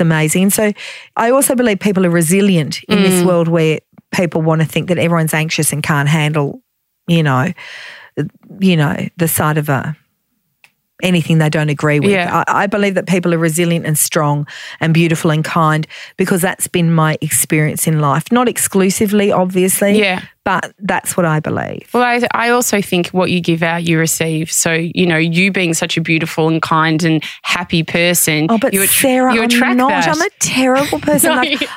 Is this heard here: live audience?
no